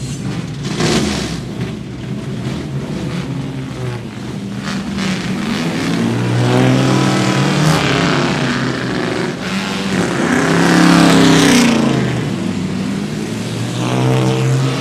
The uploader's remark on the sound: A feature-length podcast recorded at the 2023 Goodwood Revival Meeting. This feature-length episode also captures some of the many atmospheric sounds from the event and the hub of activity, the assembly area.